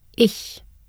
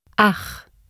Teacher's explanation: Contrast soft palate CH with guttural CH.